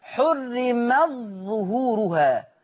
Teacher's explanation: أضغم ورش تاء التأنيث في الظاء · Term: الإضغام